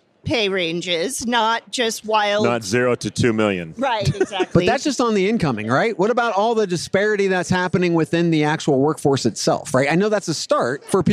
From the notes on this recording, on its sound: Recorded live at the HR Tech Conference from the Fuel50 booth in Las Vegas.